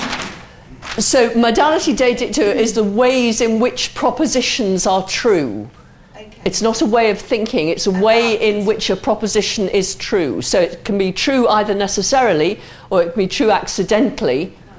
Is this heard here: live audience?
yes